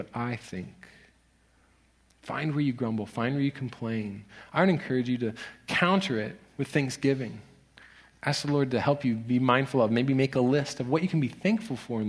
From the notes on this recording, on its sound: Location: Grace Bible Church Southwood.